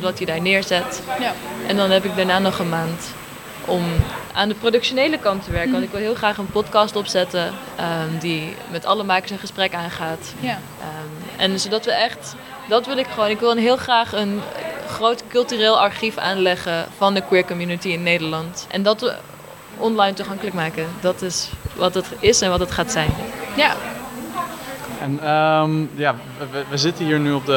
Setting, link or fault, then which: setting, busy venue